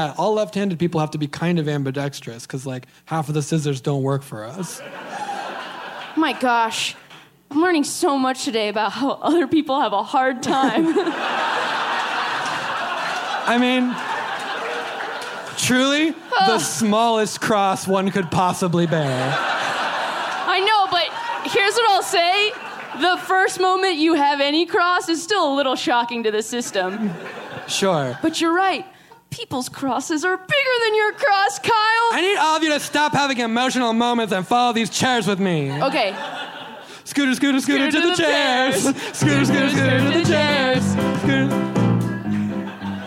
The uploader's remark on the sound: LIVE from Chicago PodFest